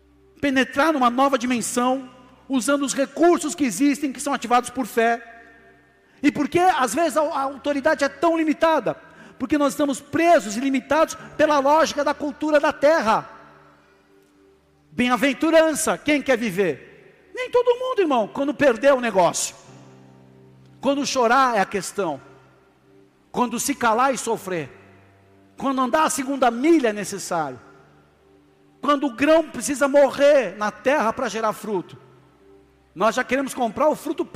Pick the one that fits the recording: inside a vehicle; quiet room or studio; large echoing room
large echoing room